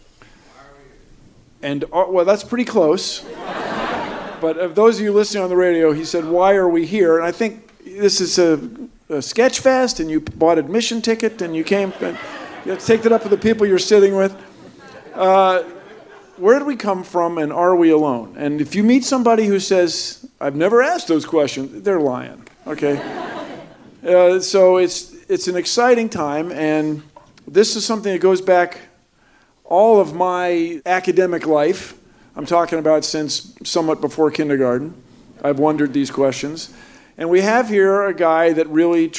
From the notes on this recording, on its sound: StarTalk Live! SF Sketchfest. Since this show was recorded live before an adult audience in San Francisco.